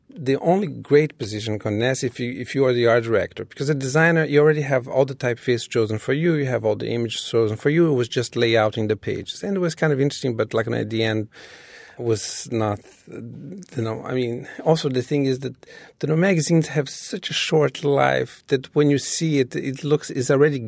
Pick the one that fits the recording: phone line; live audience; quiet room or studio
quiet room or studio